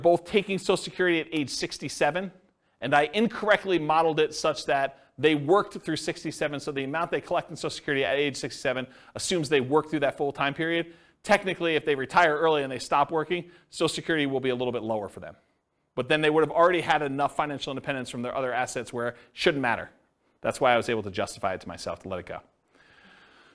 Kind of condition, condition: setting, live audience